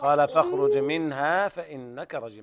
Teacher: ما في مد، مد طبيعي حركتين فقط